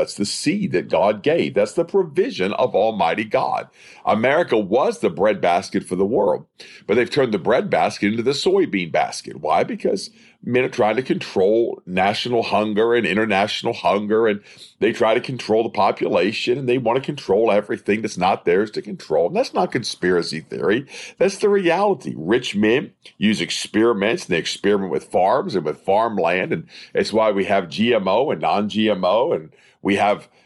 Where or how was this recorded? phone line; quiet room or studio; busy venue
quiet room or studio